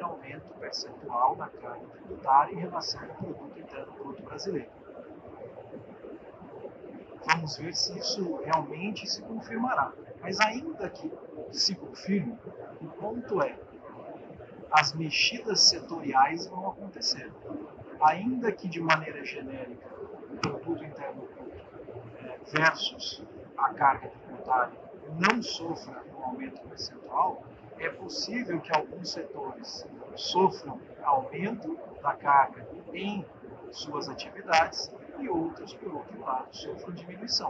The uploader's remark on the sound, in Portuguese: Pedimos desculpa pela qualidade do áudio, que foi gravado em meio a ProWine.